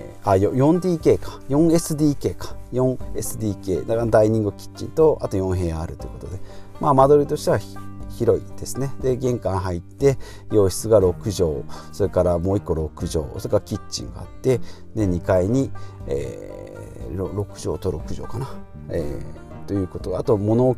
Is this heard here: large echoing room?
no